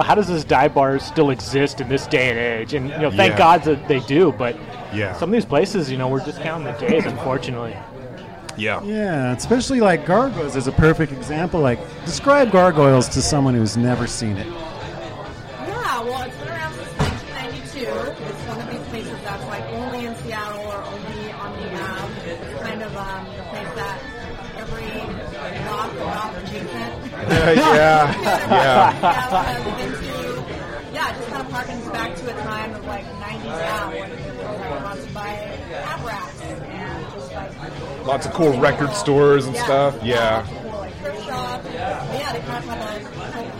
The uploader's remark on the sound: The Northlake Tavern & Pizza House in the University district. Recorded live at the The Northlake Tavern & Pizza House.